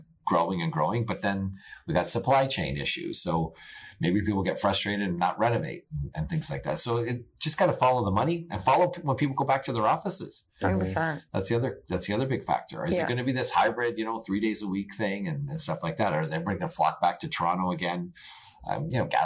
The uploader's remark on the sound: AUDIO GLITCH. We apologize for the poor audio for this week's episode. Even with the lower audio quality.